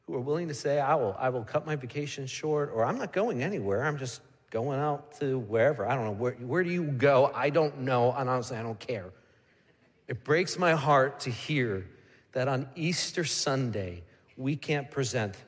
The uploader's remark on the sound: Midland Evangelical Free Church Sermon Audio